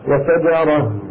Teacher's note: إذا يستثنى من مد العوض هاء التأنيث المنونة المنصوبة، فإن تنوينها يحذف ويوقف عليها من غير تعويض، يوقف عليها على هاء ساكنة